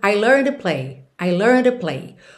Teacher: A próxima palavra começa em T. DT, TD, a gente já sabe que costuma ligar num som só